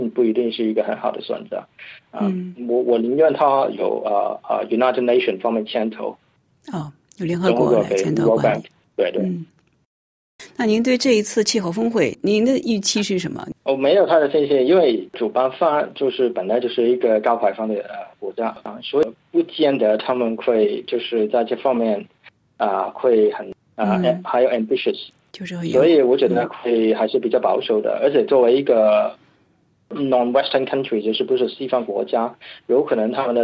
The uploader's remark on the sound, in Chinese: 法广电话连线了新西兰惠灵顿维多利亚大学中国气候政策研究专家。